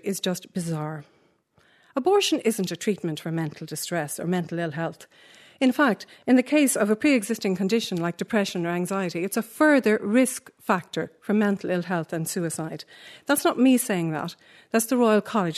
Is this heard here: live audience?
yes